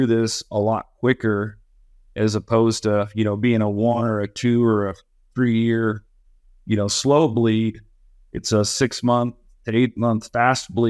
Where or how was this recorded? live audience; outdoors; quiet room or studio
quiet room or studio